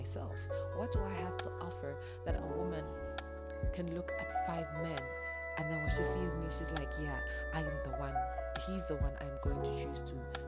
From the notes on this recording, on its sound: I apologise my voice sounds a bit low, I am battling seasonal allergies.